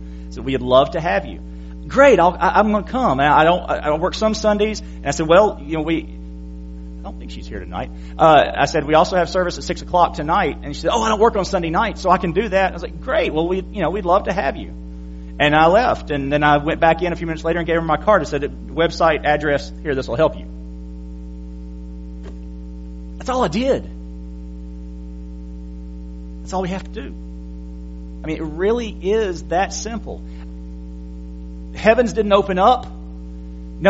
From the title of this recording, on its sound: January 22, 2017 PM Service